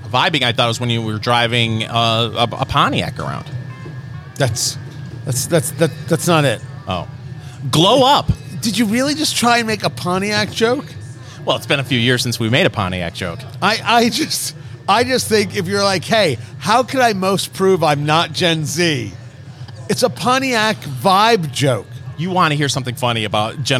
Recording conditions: busy venue